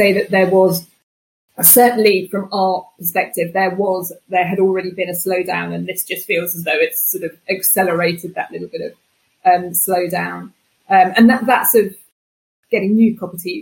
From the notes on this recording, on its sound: Please accept our apologies for some slight sound issues.